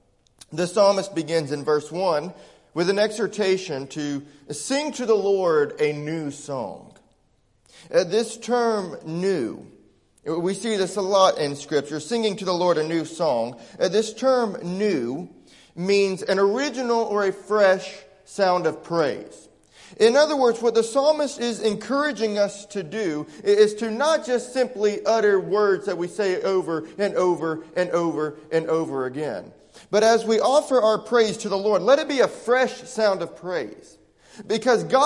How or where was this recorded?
large echoing room